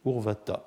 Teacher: C'est le mot urvata. avec non plus une dentale sourde, mais une dentale sourde aspirée